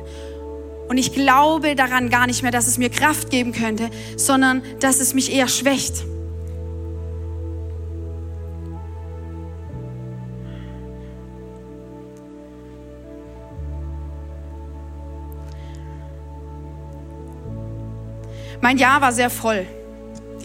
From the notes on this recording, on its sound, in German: Audiomitschnitt der Predigt